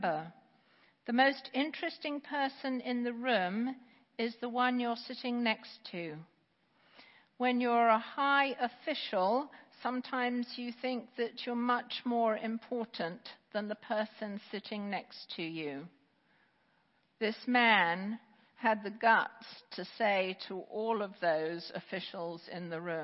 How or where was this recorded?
large echoing room